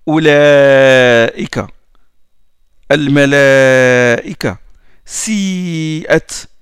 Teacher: il y a le waou qui précède le hamza, donc je prolonge obligatoirement chez tous les Qur'an, et même en langue arabe, on prolonge. · Term: mad al-hamz al-muttasil